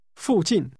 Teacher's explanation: This is pronounced with two falling tones.